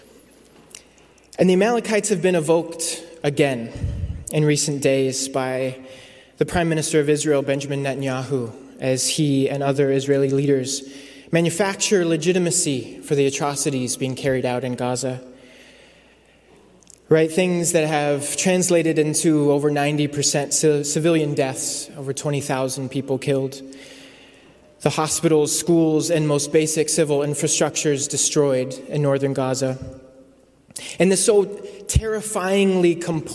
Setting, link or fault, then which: setting, large echoing room